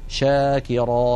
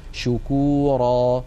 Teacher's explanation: التفشي هو انتشار صوت الشين من مخرجه حتى يصطدم بالصفحة الداخلية للأسنان العليا. والرسمة التي على الجهة اليمنى من اللوحة تبين كيف أن مبدأ صوت الشين هو من وسط اللسان، ثم يصطدم ذلك الصوت بالأسنان العليا من الداخل، فيحدث هذا الانتشار للصوت الذي يعطي الشين مذاقا خاصا وقوة في السمع.